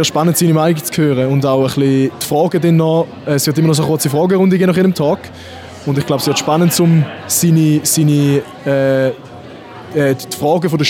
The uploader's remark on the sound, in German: Lange Nacht der Karriere 2023. Wir haben uns unters Publikum gemischt.